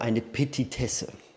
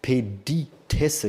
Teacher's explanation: Ich vermute, sein Mutterdialekt ist Hessisch. Und er hatte Probleme, das T wie ein T auszusprechen. Und er hat es oft wie ein D ausgesprochen. · Shown in: second take · Term: Akzent